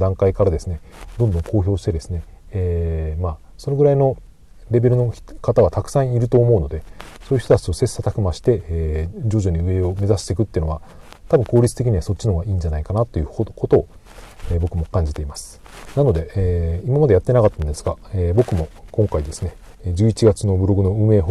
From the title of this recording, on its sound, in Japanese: 車の中から放送